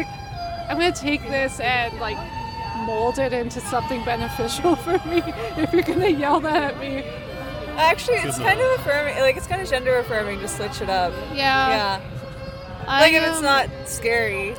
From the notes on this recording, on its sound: We took a break, sat on a large rock in a park, and recorded this mini-episode!